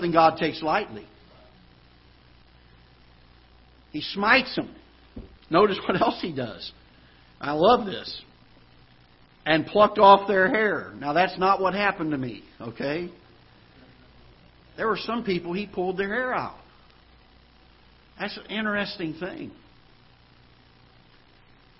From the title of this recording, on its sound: Ketha Heights Baptist Church ~ Live Broadcast